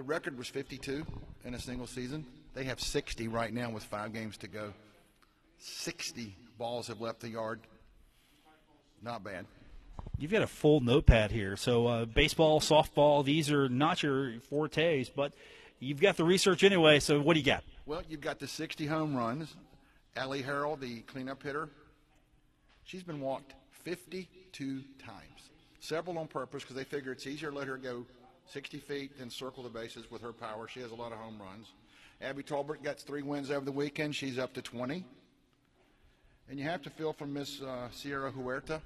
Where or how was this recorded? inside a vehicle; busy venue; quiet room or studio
busy venue